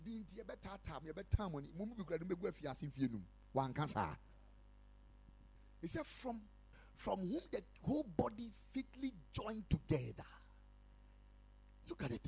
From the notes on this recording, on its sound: Preached at Ekklesia Chapel